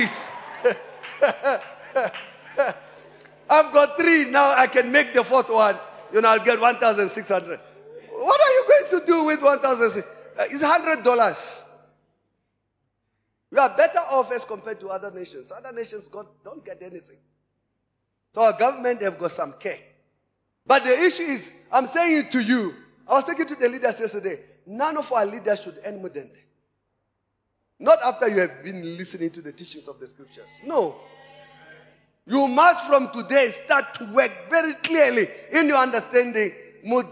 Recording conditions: large echoing room